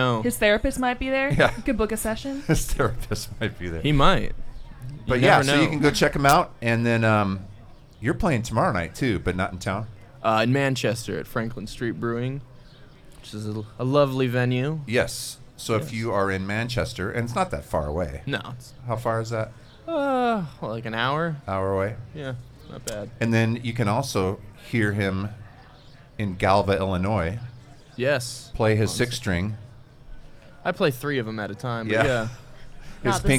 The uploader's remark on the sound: This bonus episode is from a live recording of The Groove Life Podcast that originally took place at Hospoda in Cedar Rapids on June 23rd, 2023. From our live show back in June - a short interview (followed by a musical performance).